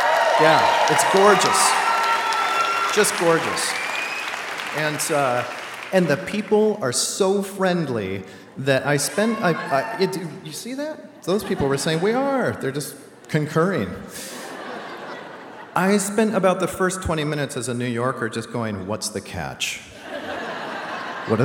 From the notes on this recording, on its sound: A special live edition of The Moth at the State Theatre in Portland, Maine.